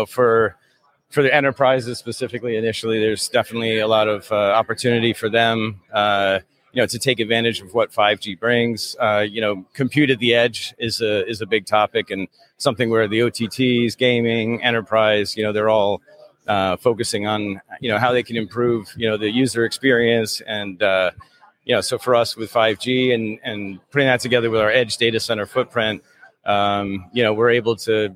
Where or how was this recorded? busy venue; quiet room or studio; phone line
busy venue